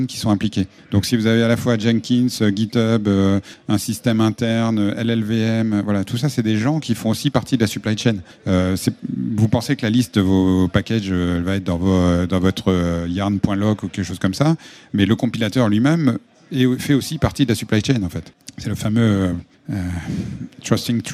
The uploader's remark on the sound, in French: enregistré lors de l’événement Open Source Experience